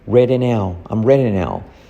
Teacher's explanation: la D se convierte en R suave